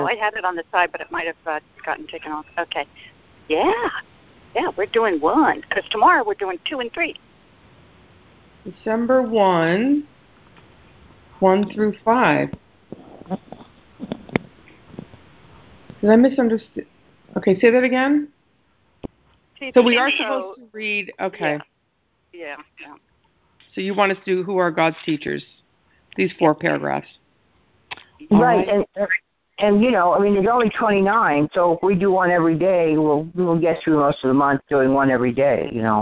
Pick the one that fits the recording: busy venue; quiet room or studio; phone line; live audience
phone line